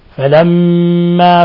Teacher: فصل. فلما ميم مشددة حرف غنة مشدد يغن مقدار حركتين، فلما، ولاحظوا إطباق الشفتين مع غنة من الخشوم